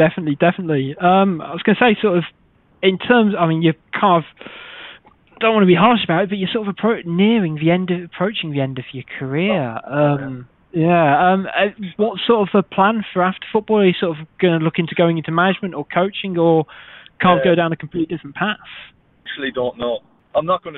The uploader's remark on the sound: Over the phone on his way to training.